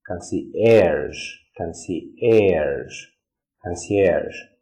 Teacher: Concierge, concierge. So the stress is on the last syllable. Concierge, concierge, concierge.